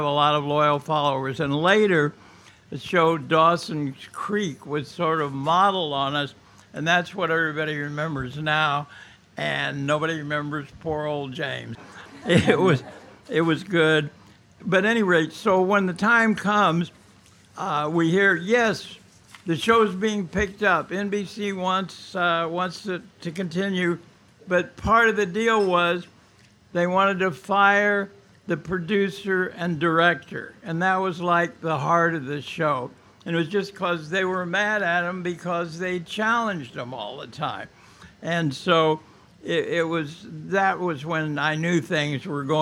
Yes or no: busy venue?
yes